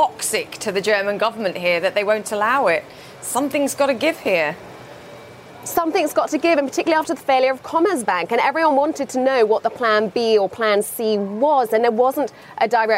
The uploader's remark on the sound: live from the New York Stock Exchange